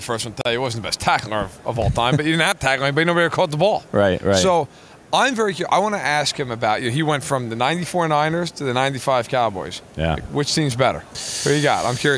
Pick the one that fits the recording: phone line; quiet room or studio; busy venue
busy venue